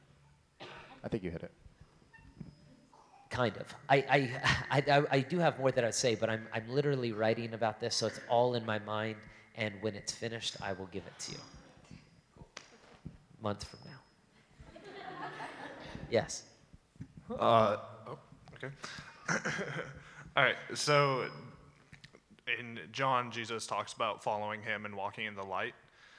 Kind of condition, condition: setting, live audience